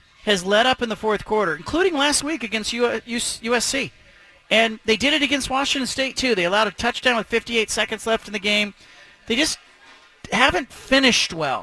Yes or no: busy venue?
yes